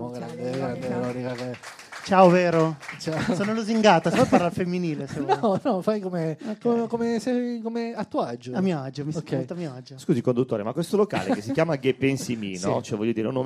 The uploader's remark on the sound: Live dal GhePensiMi di Milano